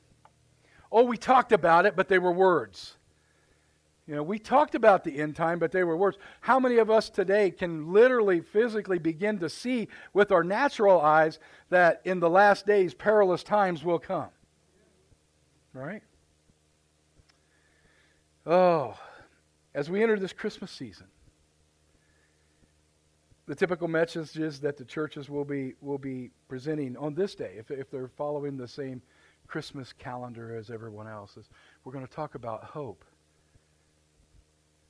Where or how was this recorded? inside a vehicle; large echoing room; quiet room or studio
large echoing room